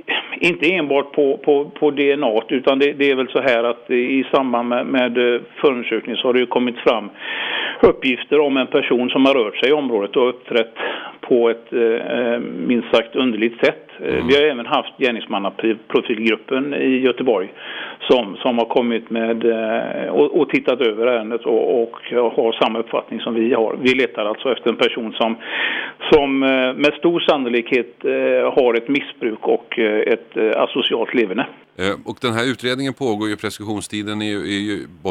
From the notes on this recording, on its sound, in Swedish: Vi får höra en telefonintervju